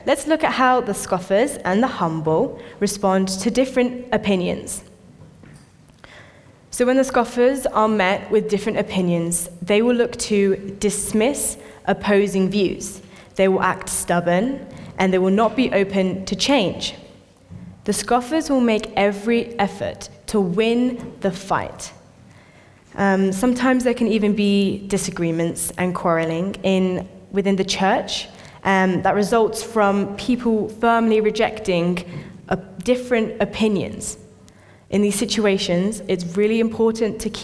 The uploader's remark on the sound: This sermon was recorded on Sunday 27th August 2023 at our Great Denham venue.